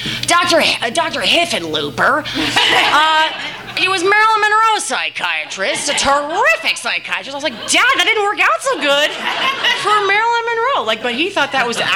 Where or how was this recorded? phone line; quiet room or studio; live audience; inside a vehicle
live audience